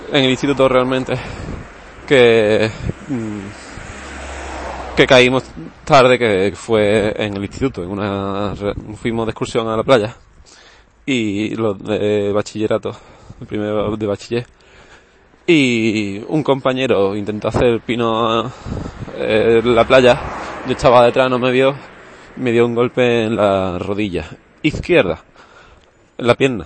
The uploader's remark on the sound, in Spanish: He cogido el micrófono y he estado hablando un rato mientras iba al bus. También el episodio está sin pasar por Audacity y por eso tiene un momento la final sin audio.